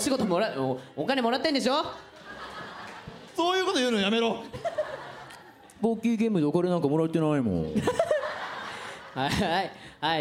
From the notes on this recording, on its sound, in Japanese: 下北沢タウンホールで行われた。100回記念の公開録音の模様をお届けします！